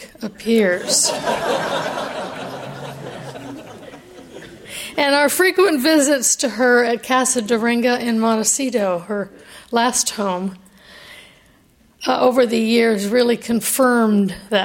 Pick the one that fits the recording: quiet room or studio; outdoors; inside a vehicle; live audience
live audience